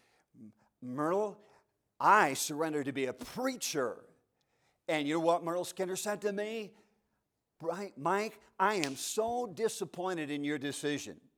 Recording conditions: large echoing room